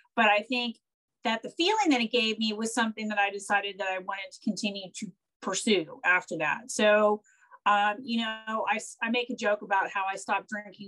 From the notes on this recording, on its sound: Recorded 12.22.2021 from Raleigh, NC & San Francisco, CA on Zoom